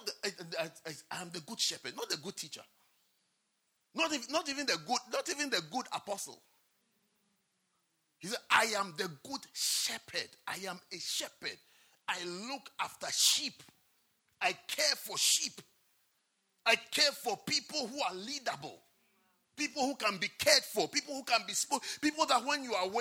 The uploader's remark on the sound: at the Lovely Voice xPerience - First Love Church, London.